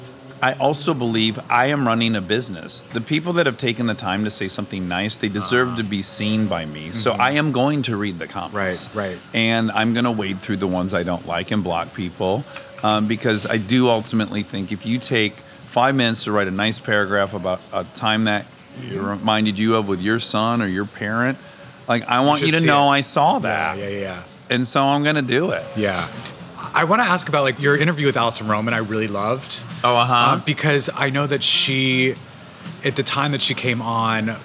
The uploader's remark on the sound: Over a burger and fries. This episode was recorded at Cara Restaurant at the Cara Hotel in Hollywood, CA.